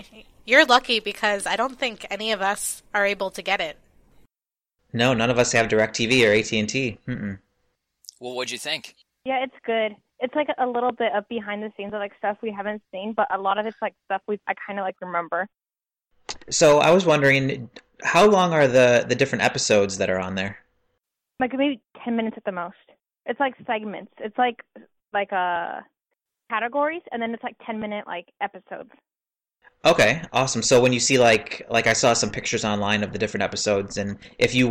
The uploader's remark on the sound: a live call in episode